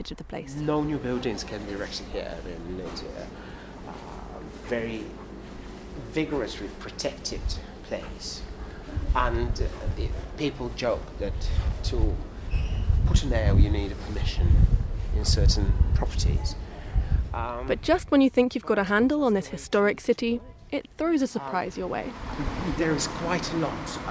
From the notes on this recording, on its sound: Malta: land of sea and stone. Some on-location audio.